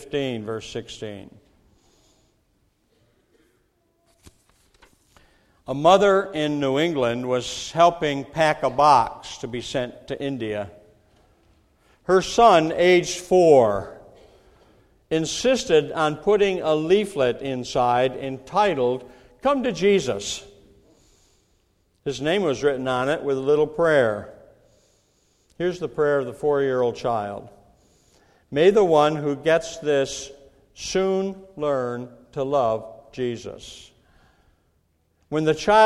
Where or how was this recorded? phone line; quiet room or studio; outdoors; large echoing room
large echoing room